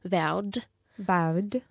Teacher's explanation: английский звук «д» на конце точно такой же звонкий, как и в начальной позиции. У нас нет оглушения звуков на конце, то есть «д» должно прозвучать отчетливо.